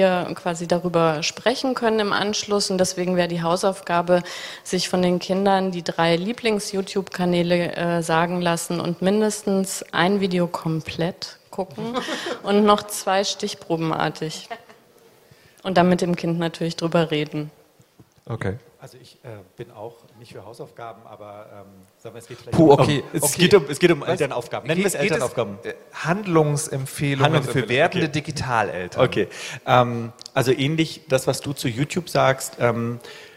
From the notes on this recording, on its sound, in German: Wir sammeln dazu im Vorfeld der re:publica Elternfragen und wählen die vier häufigsten aus und beantworten sie auf der Bühne. Im Anschluss bitten wir das Publikum um weitere Fragen und bieten einen Platz auf unserer Bühne.